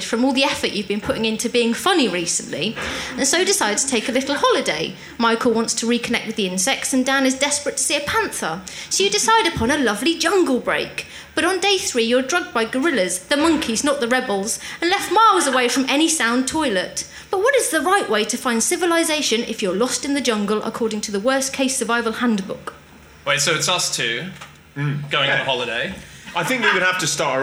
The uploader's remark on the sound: recorded at the Phoenix back in June